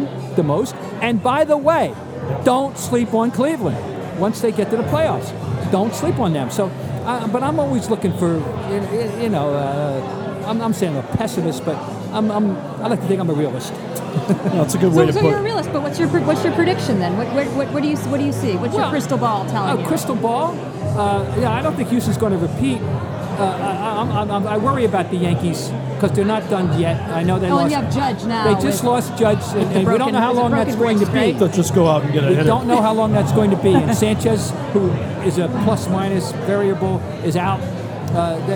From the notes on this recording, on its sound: Live from Fenway Johnnie's in Boston.